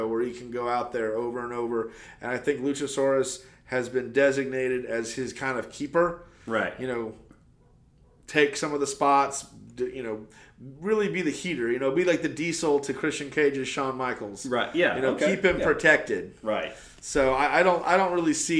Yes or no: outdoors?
no